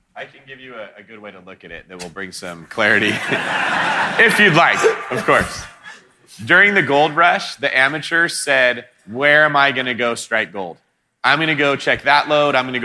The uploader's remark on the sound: All the BiggerPockets podcast hosts on stage in one place! This bonus episode was recorded at the BiggerPockets Conference last week in front of a live audience of more than 1,000 people at the Gaylord Opryland Resort in Nashville, Tennessee. We turned the mics over to our members.